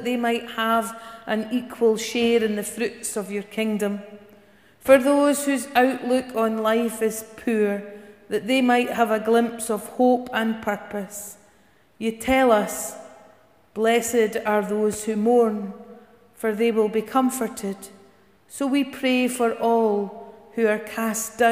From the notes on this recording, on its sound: Service recorded in Giffnock South Parish Church